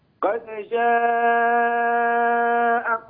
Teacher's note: المد في قد جاءكم هذا ست حركات · Term: مد زيادة